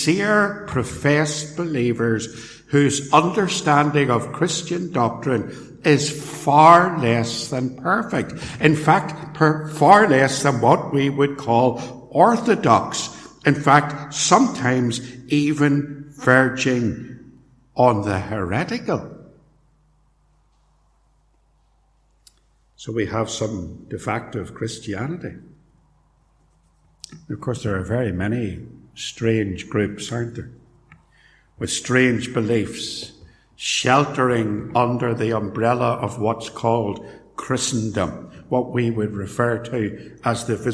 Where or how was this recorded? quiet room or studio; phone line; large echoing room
large echoing room